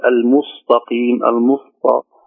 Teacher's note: تأخذ السين قريبة من الصاد والتاء قريبة من الطاء